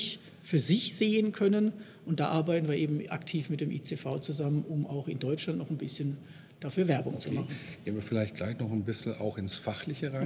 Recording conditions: busy venue